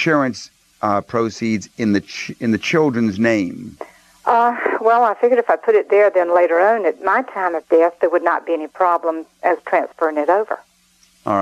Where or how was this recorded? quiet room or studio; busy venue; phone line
phone line